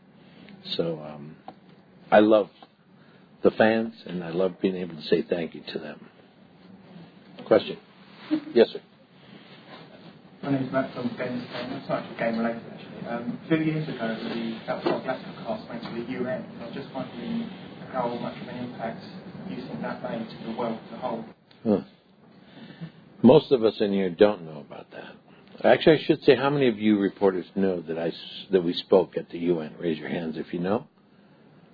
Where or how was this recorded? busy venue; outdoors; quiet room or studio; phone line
busy venue